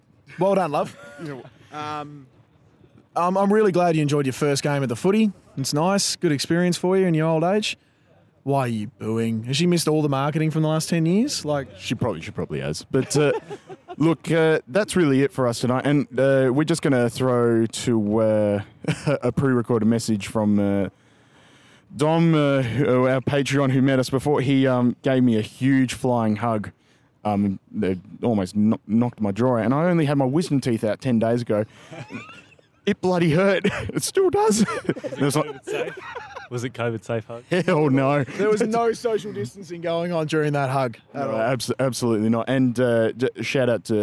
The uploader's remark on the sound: Post Saints Live Walk & Talk. We had a quick catch up to discuss the game, and had an interview with one of our superfans!